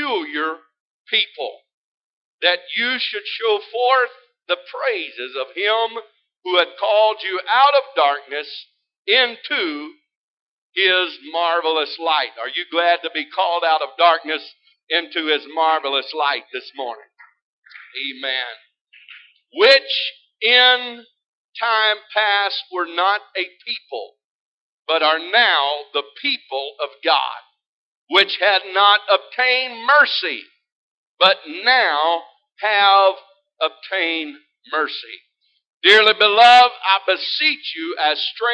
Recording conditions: large echoing room